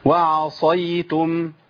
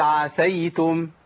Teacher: الفرق بين الصاد والسين التفخيم اللي هو الاستعلاء والاطباق